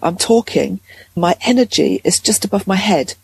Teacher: my tonality is a bit more higher pitched and a little bit more breathy. It just feels a little bit looser.